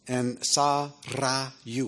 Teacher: It has a rolled R in it